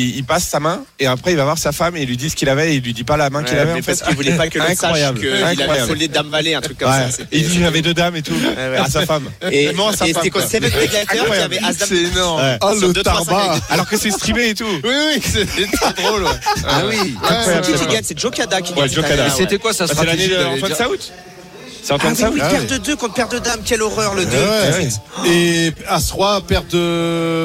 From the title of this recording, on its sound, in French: en direct des WSOP à Las Vegas